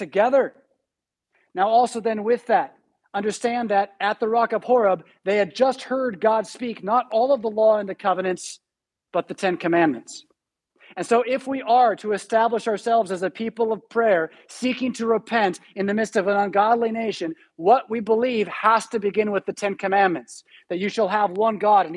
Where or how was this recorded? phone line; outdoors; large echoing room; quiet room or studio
large echoing room